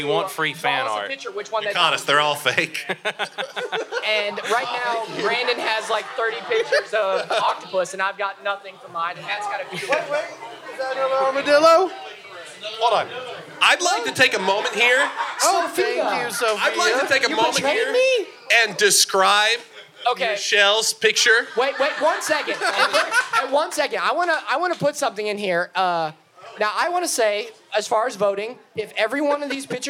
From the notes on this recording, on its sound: Live from Pour Brothers Brewery. Takes to the stage at Pour Brothers Brewery for our first ever live show.